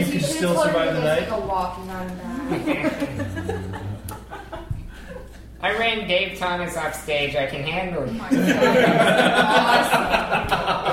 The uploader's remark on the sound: a collection of sound clips from the Rogues Retreat in Austin, Texas this past July